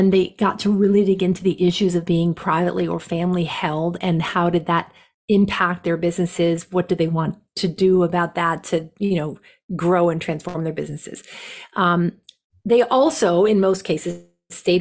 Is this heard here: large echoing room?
no